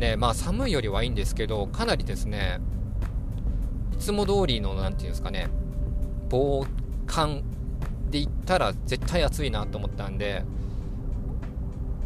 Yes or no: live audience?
no